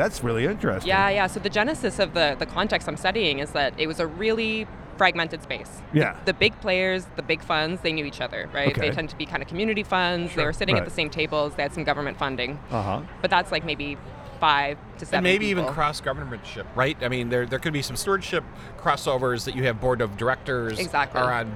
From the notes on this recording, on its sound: interviews recorded during an outdoor cocktail reception at the Social Entrepreneurship conference hosted by the USC's Marshall School of Business